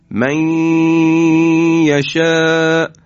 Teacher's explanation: نون ساکن در یا ادغام میشه و همراه غنه هست و یا رو در حقیقت ما مشدد بیان میکنیم